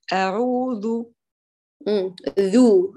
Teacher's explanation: هات الذال من الطرف، لا تقرأي في الصفحة الداخلية بحيث تخلطين الذال بالدال، هاتيها ذال خالص.